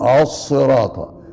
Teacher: أما الصاد فصوت من أصوات الاستعلاء، يعني اللسان يستعلي به إلى سقف الحنك حينما تقول الصراط، فتجد اللسان يرتفع إلى أعلى ويصير مثل الطبق، ولذلك يقولون إنه صوت مستعل مطبق، يعني يأخذ تقعرا على شكل الطبق المقلوب المقلوب، لأن سقف الحنك جلغار واللسان يصنع هكذا الصراط فيرتفع ويتقعر بهذه الصورة.